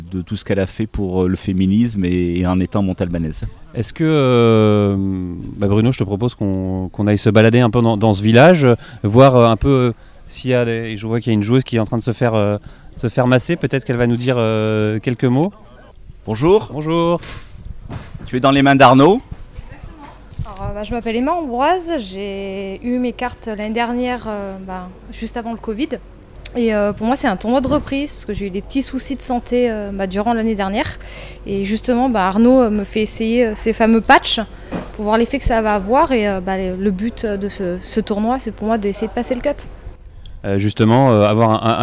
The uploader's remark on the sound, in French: Nous serons en direct du village Olympe de Gouges